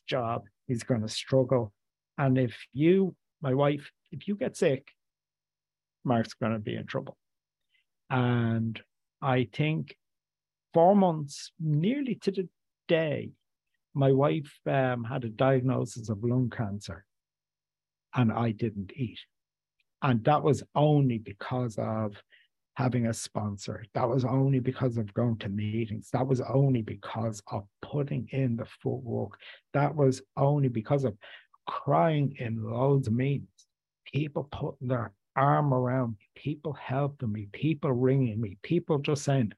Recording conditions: video call